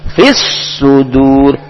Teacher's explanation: kemudian ada sot bertasdid maka ditekan